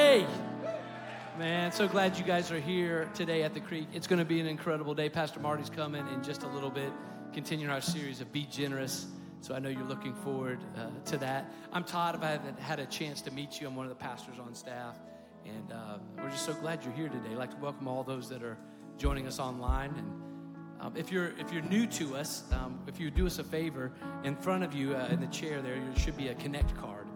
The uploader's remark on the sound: Recorded live at Stevens Creek Church.